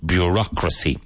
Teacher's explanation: Bureaucracy, with the emphasis on the second syllable.